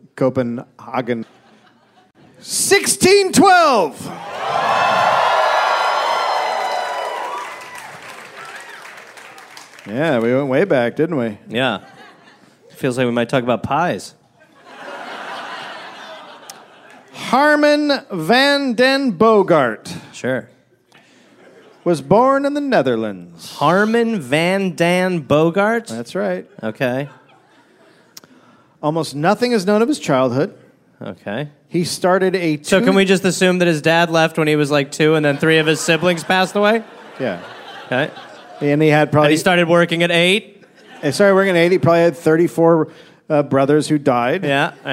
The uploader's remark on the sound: Live in NY